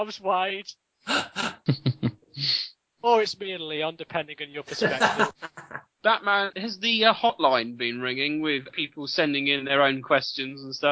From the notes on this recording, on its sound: February 2012 when we recorded the first episode proper of the then Project Umbrella Podcast. Apologies for the erratic audio quality throughout as back then we were still learning our way around this whole podcasting lark.